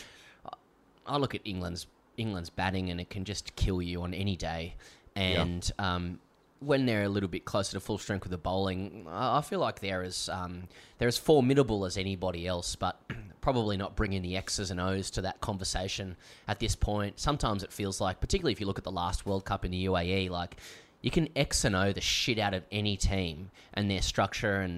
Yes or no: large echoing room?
no